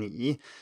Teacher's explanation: we have this dipping tone